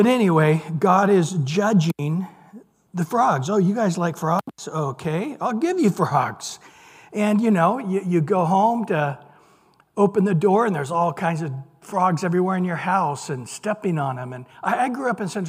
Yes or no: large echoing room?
yes